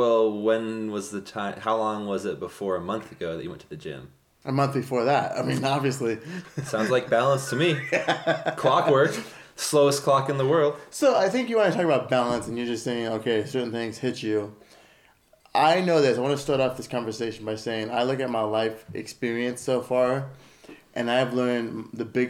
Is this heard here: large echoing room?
no